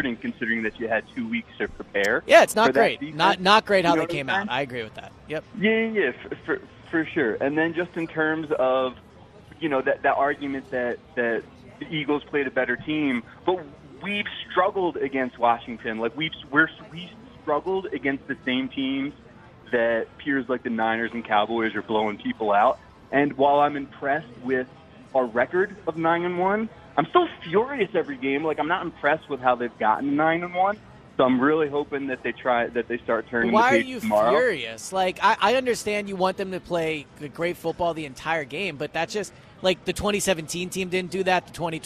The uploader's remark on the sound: live at Parx Casino